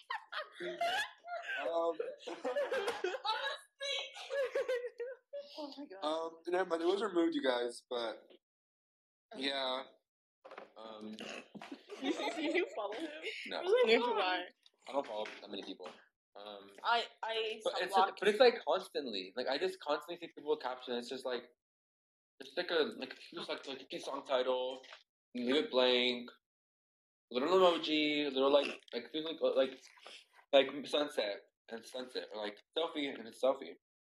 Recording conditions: poor sound quality